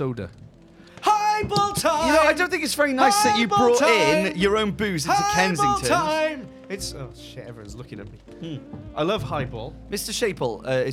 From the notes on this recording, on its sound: while waiting for their festival meals to arrive at Kensington’s, a swanky restaurant located somewhere in the UK